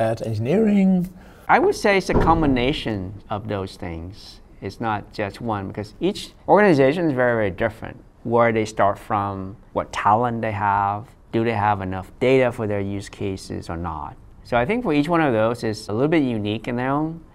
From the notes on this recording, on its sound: Live from the venue of the QCon London Conference